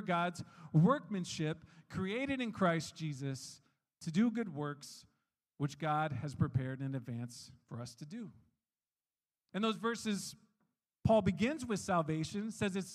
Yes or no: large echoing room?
yes